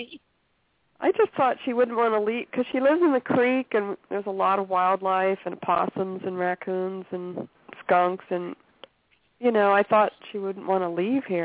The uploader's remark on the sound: open up the lines for listeners to call